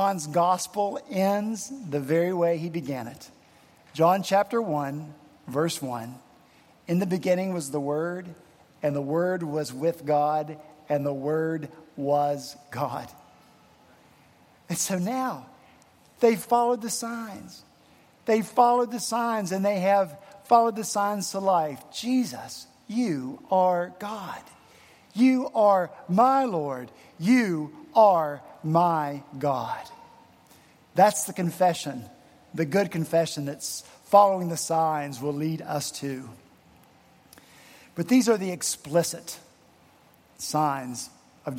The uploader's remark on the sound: at Redeemer Presbyterian Church in Charleston, SC